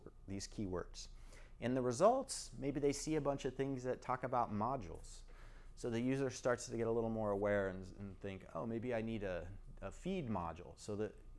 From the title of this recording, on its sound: Recording of my STC Sacramento presentation